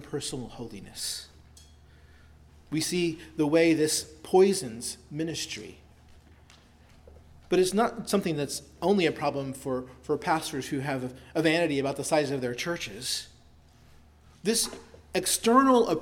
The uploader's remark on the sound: Preached at Christ Our Savior Baptist Church on Sunday, October 1, 2023.